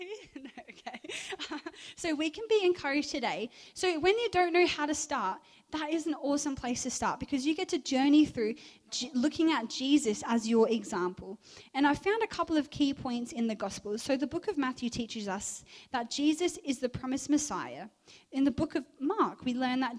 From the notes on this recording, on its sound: Recorded live at One Youth (One Heart Church, Port Lincoln) on the 18th of June, 2023.